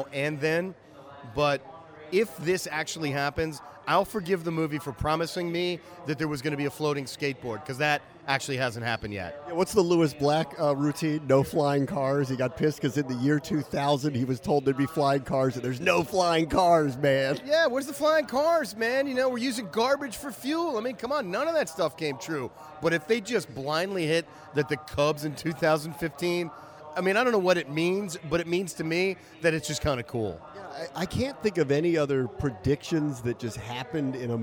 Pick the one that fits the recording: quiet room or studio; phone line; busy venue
busy venue